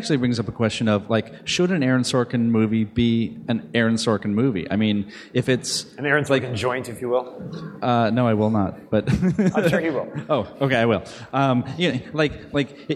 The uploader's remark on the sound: We convened on the Macworld Live stage at Macworld/iWorld 2013